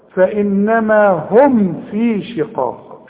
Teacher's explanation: فانما النون جات لك اهي لازم تغنها، فانما هم، هم كلها مرققه، الميم ساكنه لازم تظهرها